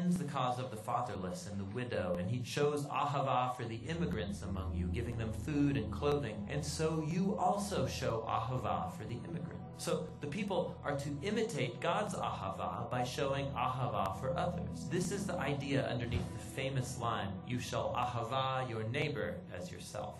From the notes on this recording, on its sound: at Living Word Assembly of God Church